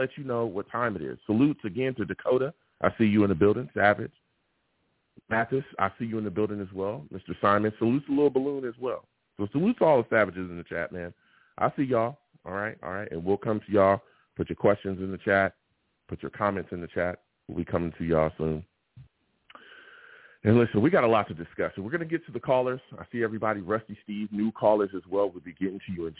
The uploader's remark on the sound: I take live callers!